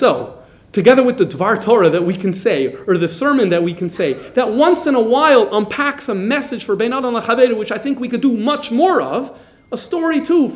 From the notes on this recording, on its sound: This lecture was recorded live by Jewish Multimedia Library. JML, Melbourne Australia.